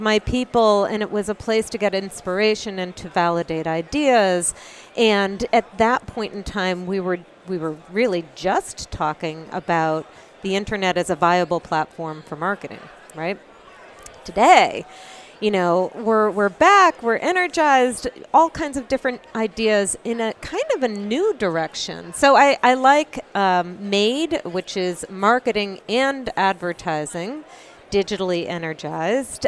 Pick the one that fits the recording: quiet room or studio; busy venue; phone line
busy venue